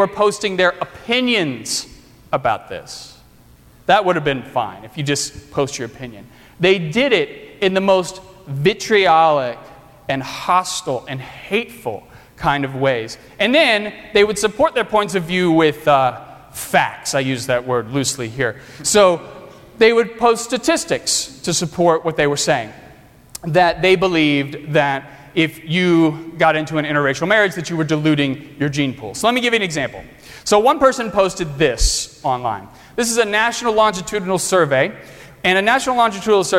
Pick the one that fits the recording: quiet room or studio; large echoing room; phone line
large echoing room